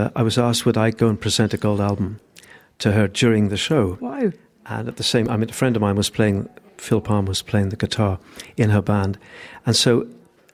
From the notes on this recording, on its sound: As Newstalk's Summer Tour continues, Lunchtime Live was LIVE from the Powerscourt Hotel & Gardens in Wicklow.